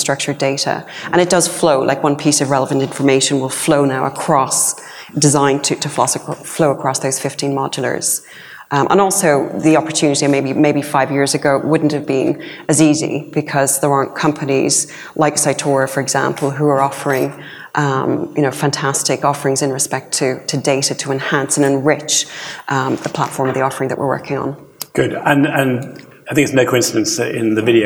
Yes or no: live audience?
yes